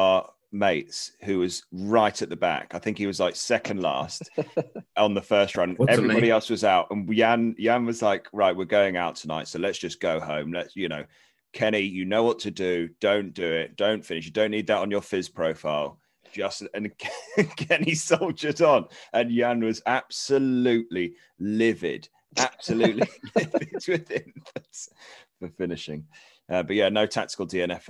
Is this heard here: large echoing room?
no